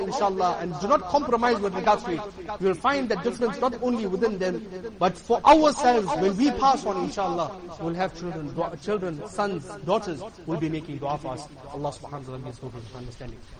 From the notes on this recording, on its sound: Jumuah lecture